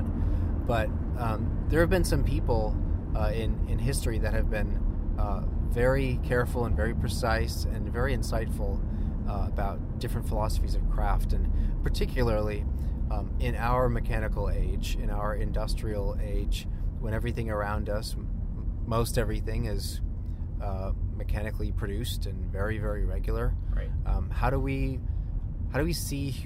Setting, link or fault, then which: setting, inside a vehicle